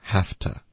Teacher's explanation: 就是 v 的音会轻化为 f